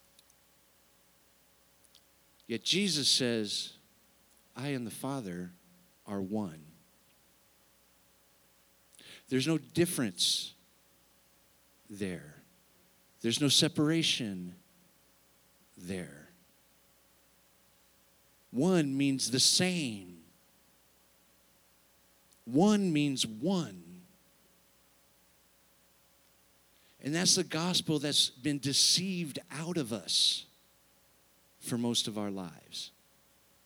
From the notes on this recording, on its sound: Sunday service, unedited recording